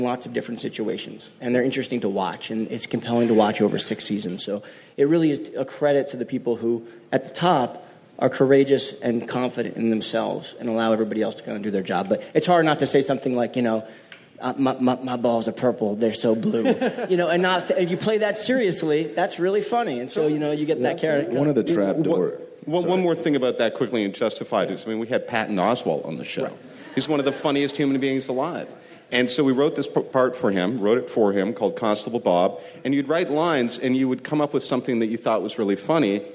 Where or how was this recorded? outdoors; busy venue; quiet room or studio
busy venue